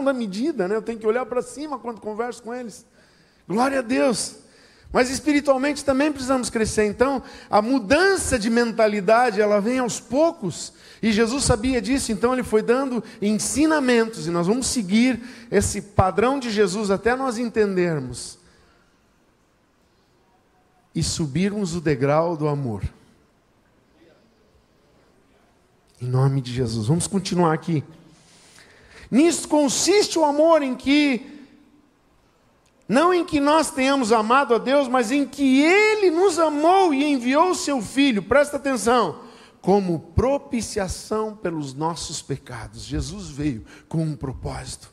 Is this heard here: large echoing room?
yes